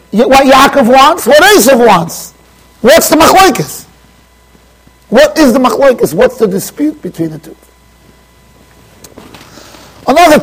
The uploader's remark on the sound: Shiur recorded in Yeshivas Ohr Reuven, Monsey NY.